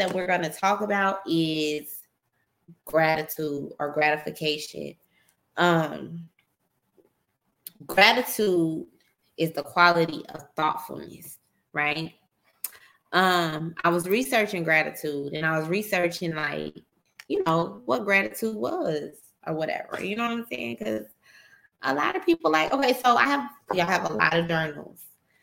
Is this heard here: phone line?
no